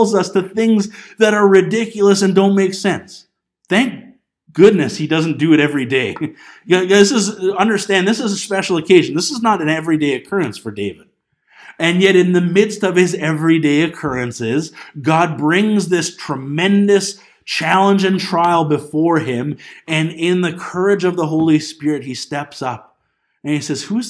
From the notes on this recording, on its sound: This Sunday morning message sas recorded on January 12, 2020 at Bethel Pentecostal Tabernacle in Clinton, BC.